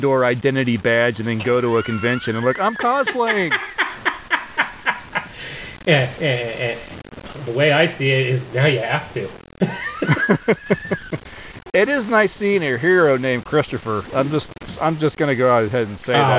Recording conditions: poor sound quality